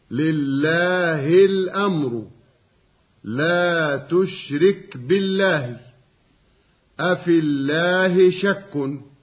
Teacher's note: فإذا سبق لفظ الجلالة بكسر رجعت اللام إلى أصلها من الترقيق